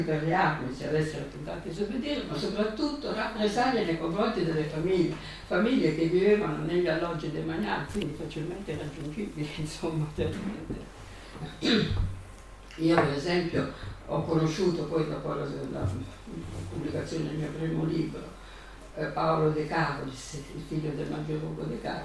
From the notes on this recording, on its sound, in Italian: La registrazione dell’incontro tenutosi il 6 ottobre 2023 presso la Casa della Memoria. Casa della Memoria e della Storia (Roma, 6 ottobre 2023). Siamo lieti di offrirvi la registrazione dell’incontro tenutosi il 6 ottobre 2023 presso la Casa della Memoria e della Storia di Roma. L’incontro organizzato dall’ANPI, l’Associazione Nazionale Partigiani d’Italia.